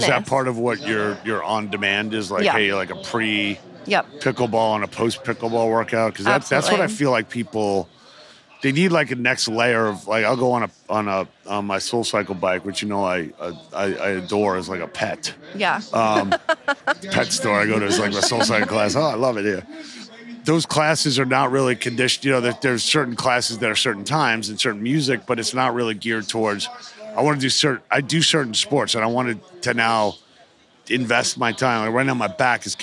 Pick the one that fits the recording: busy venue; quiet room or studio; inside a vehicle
busy venue